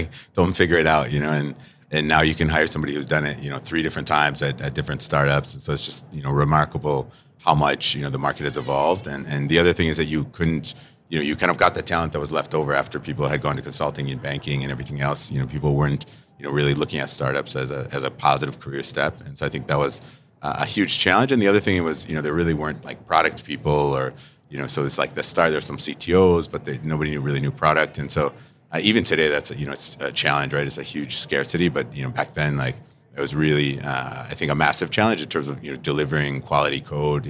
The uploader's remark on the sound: We sat down to record this episode live at Money/2020 Las Vegas - the Super Bowl of fintech!